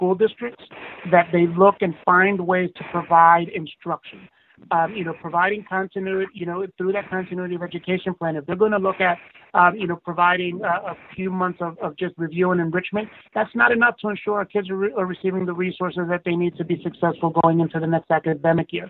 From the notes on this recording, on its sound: conference call